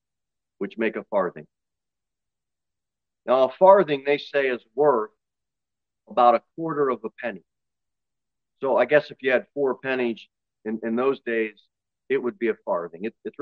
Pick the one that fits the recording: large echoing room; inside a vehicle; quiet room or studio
large echoing room